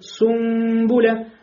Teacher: здесь нун перед б превратился в мим. И появилась гунна. · Term: икляб